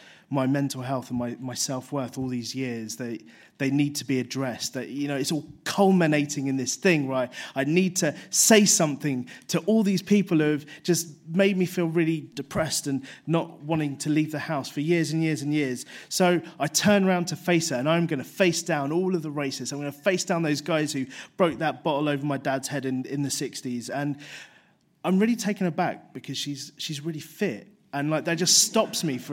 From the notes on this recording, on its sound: 5x15 Bristol. Recorded at the 5x15 event in Bristol, on September 11, 2016.